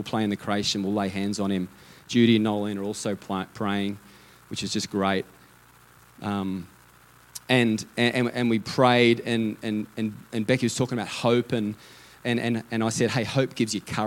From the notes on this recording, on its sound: Theme Sunday. LIVE at Echo Church.